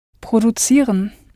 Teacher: Just be careful here, because the C will change to a ts sound and is in fact spelt with a Z.